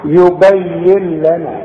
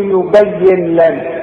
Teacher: بشبك الياء مع اللام وكأن النون غير موجودة · Shown in: first take · واسمعها يبين لنا، وما تستعملش لسانك وتظهر لي النون وتقول يبين لنا لا، ولا تغناها وتقول يبين لنا لا، يبين لنا لنا كلها مرققة.